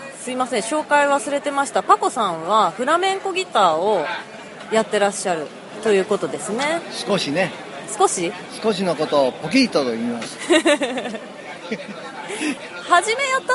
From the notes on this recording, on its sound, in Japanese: ヘレス・デ・ラ・フロンテーラより～。巡礼前に、フラメンコ・シェリー酒・馬術で有名なヘレスのバルで収録。